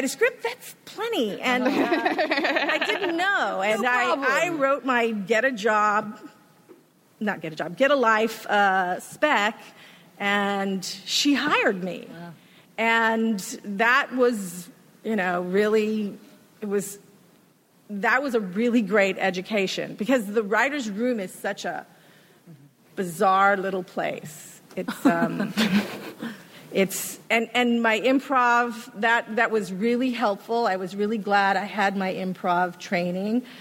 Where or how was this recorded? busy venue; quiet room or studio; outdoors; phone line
busy venue